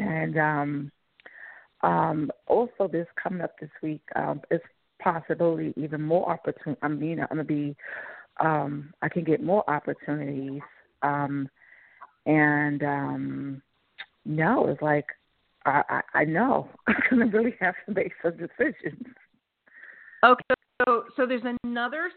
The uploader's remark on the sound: in response to callers' questions